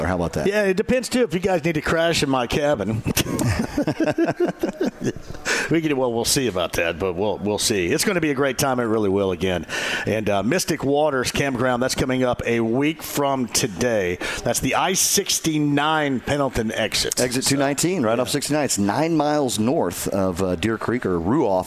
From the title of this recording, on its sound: Live From Union Jack Pub